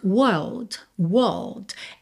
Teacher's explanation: Aqui é interessante reparar que a gente não tem world. Porque se nós não temos os R's enrolados, que vem depois das vogais, então nós temos world